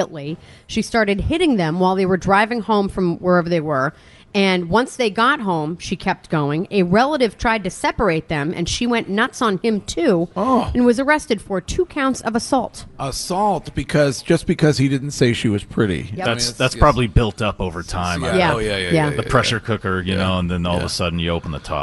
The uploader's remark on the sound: Broadcasting live from The Capital Grille. Finds his way to the broadcast location.